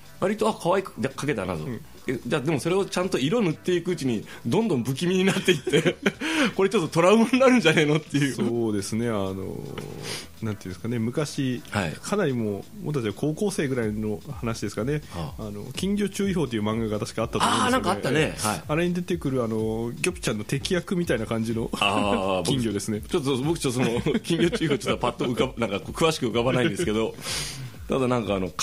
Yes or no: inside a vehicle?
no